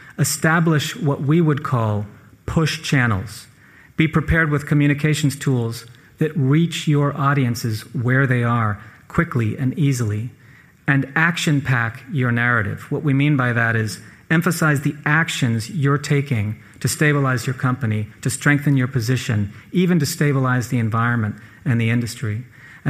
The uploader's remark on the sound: This episode was recorded live in front of an audience in Miami, a key financial center for Latin American investors.